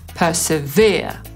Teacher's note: Można go wymówić na dwa sposoby. Brytyjczycy powiedzą persevere, czyli zaakcentują trzecią sylabę. Persevere.